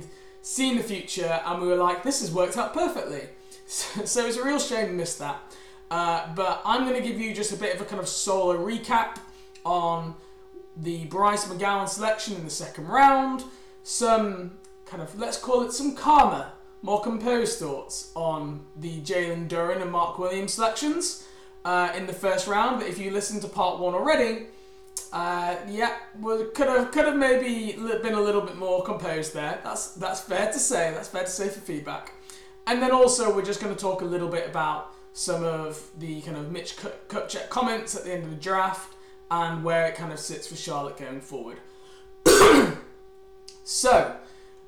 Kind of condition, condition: fault, hum or buzz